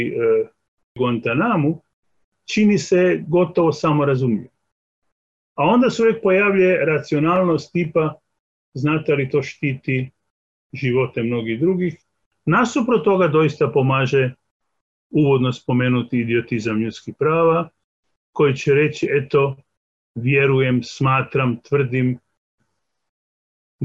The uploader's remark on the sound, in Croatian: na Zoom platformi